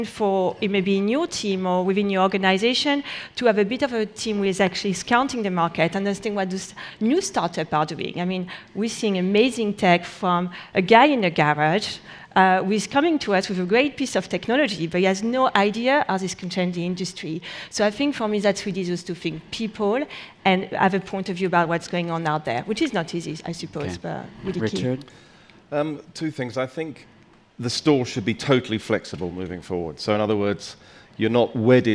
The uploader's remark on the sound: Gathered on stage at #BoFVOICES in December 2016. A panel of retail space experts gathered on stage at #BoFVOICES.